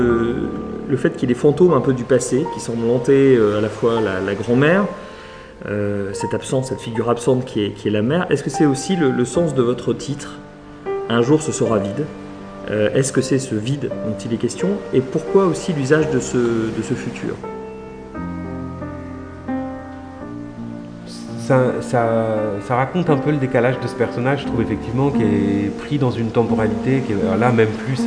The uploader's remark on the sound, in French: en musique, en mots, sur une plage de Rosny-sous-Bois, à l'occasion du festival Hors limites 2021